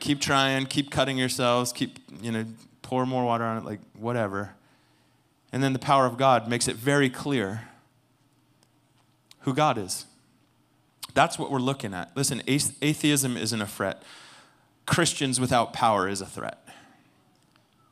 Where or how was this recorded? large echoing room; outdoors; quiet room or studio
large echoing room